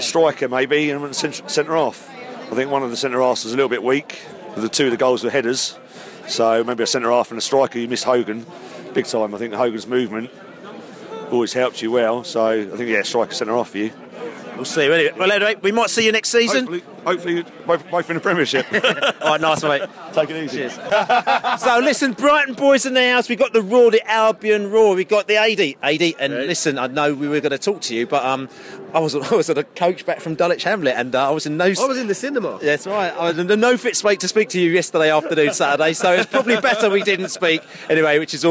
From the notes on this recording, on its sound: Post-match podcast from the pub.